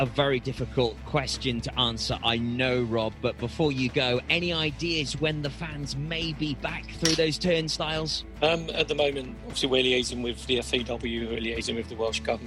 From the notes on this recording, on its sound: LIVE for the PATCH Toy Appeal from Fountain View, Milford Haven Golf Club